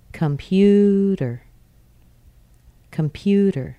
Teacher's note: T's in weak syllables are often pronounced D, D. Very similar to a D sound. Technically, it's not a D. · Term: T flap